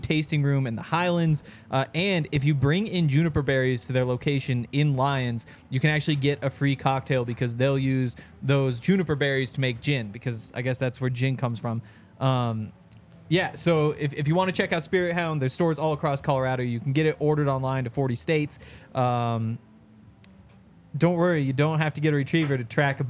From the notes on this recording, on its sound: coming to you LIVE from the DNVR Bar